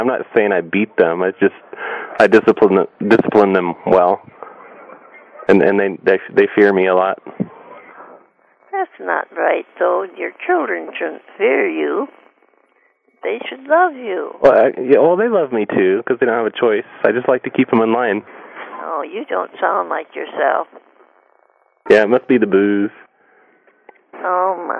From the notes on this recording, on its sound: Prank Phone Calls